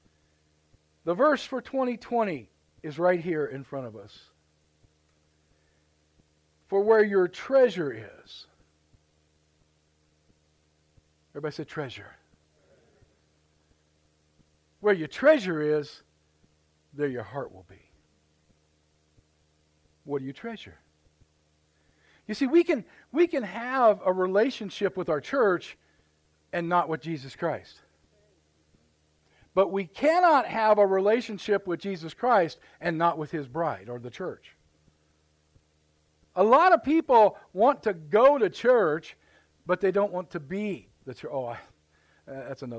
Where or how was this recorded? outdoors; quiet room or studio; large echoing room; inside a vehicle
large echoing room